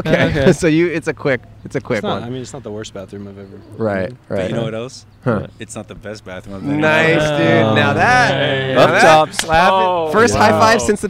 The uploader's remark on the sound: Outside A Public Restroom. Recorded on 5/15/21 in Griffith Park, Los Angeles.